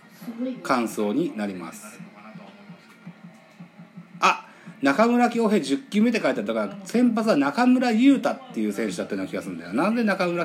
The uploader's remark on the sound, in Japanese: マツダ ZoomZoomスタジアム。IPad収録版。